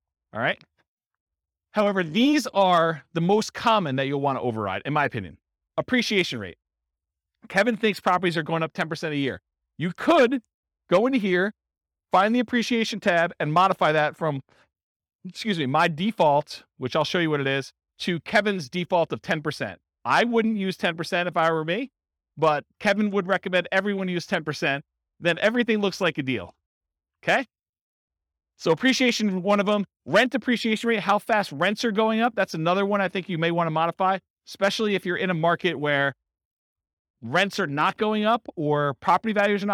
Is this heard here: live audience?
yes